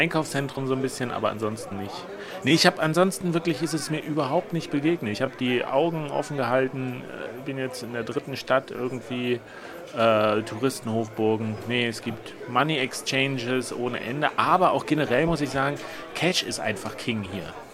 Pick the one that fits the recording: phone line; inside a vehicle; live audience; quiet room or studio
live audience